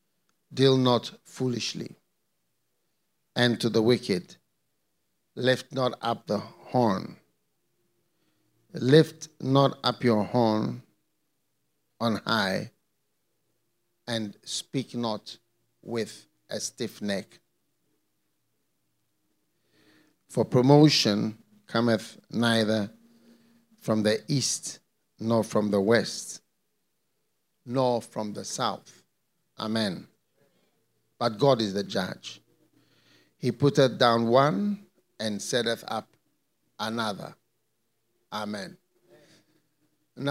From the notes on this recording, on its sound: Preached at the FLOW Church Service.